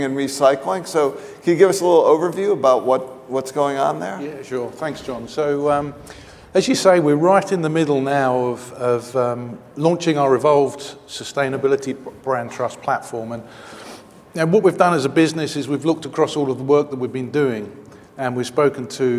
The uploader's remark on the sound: The best of live interviews from GreenBiz events.